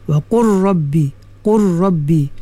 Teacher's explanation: Lam dengan ra dia dekat-dekat. Dia bukan makhraj yang sama · Term: mutaqariban